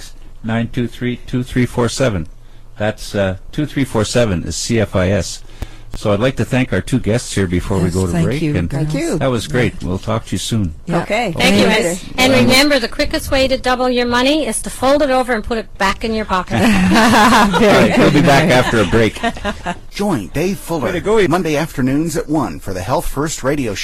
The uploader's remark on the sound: The weekly phone